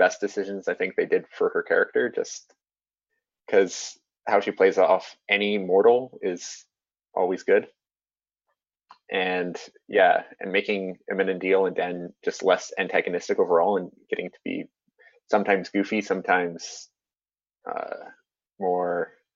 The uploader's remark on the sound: Shout-out to our Zoom listeners who joined us for this conversation